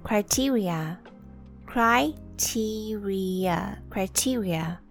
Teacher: the I in the first syllable pronounced as I, cry. And the E and I in the second and third syllable both pronounced as E, the long E.